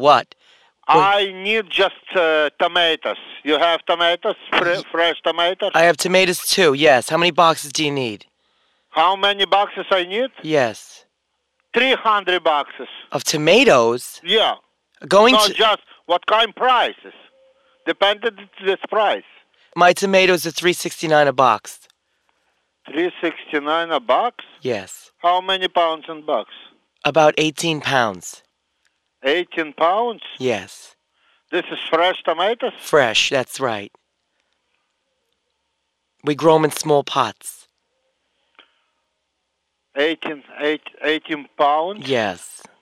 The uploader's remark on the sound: …'s Personal Prank Phone Calls Collection.